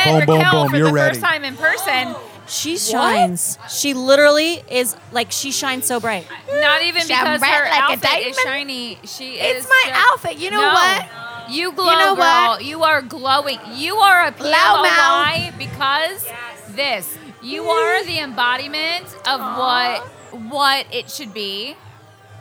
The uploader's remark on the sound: Our final recording from the Rogue Bunnies Mansion 2.0 Party, from Vegas back in September. This episode was recorded after 2a (the party started at 8:30p).